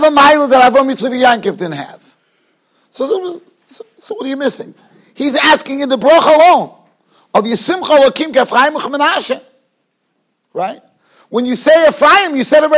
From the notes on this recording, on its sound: Shiur recorded in Yeshivas Ohr Reuven, Monsey, NY.